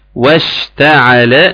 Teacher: ناخد بالنا من الشين والتفشي في الشين